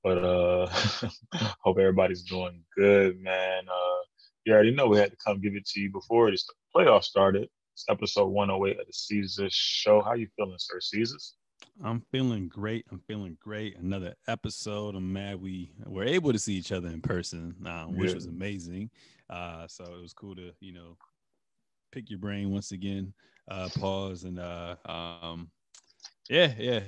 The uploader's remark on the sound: The two record this podcast virtually!